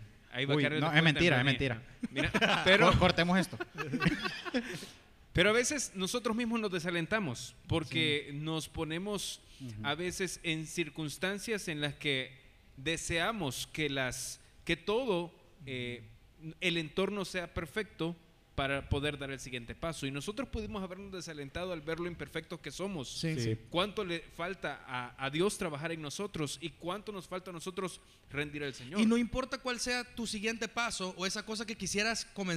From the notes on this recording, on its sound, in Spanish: Especial en vivo de aniversario. Grabamos un episodio en vivo desde Paradigma con invitados y participaciones especiales.